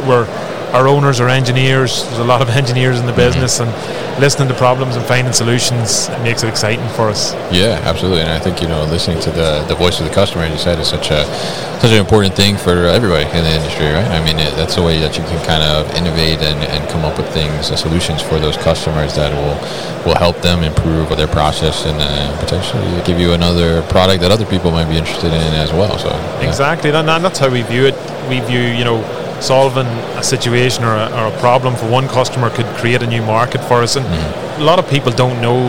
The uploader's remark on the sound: Combilift at MODEX 2022